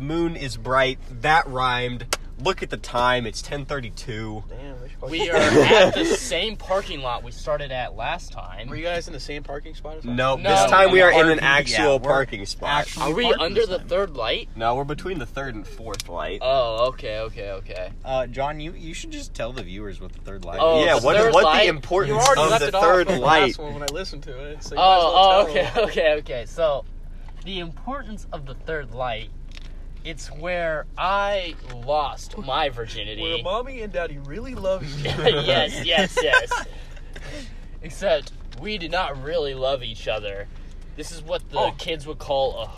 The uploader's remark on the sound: an incredible talk in the car